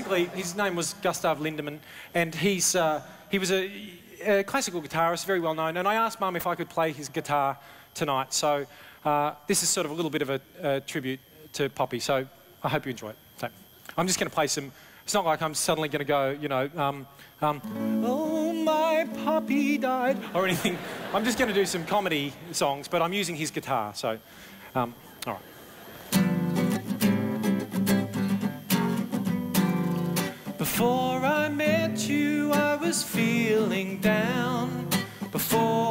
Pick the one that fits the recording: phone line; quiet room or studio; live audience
live audience